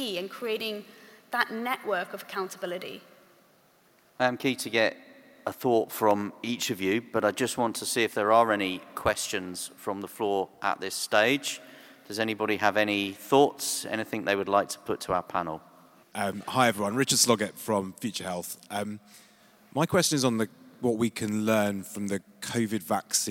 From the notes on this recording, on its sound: We come live from the Guildhall in the City of London, with one of the sessions from the 2021 Conference.